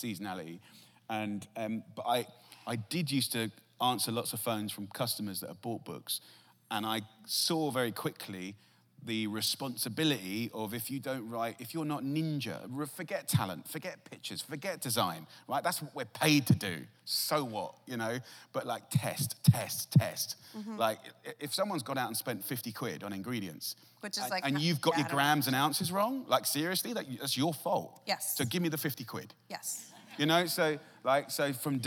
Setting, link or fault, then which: setting, live audience